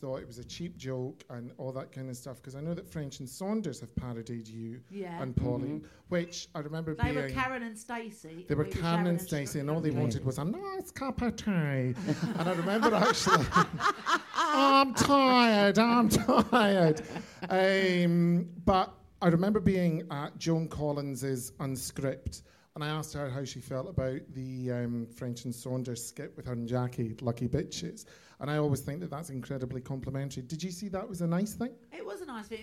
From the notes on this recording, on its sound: We've live in London! Be Honest: Live.